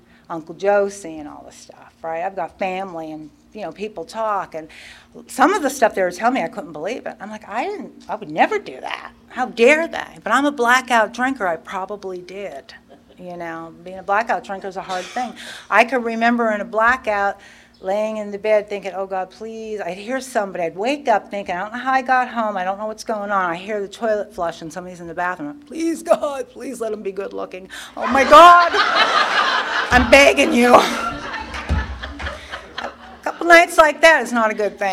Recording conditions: live audience